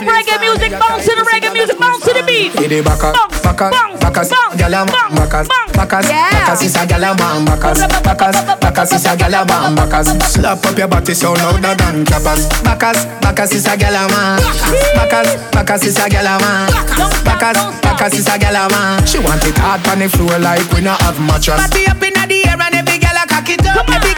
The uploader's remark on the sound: Live Audio of Ladies Night Out "Afro-Caribbean Saturdays".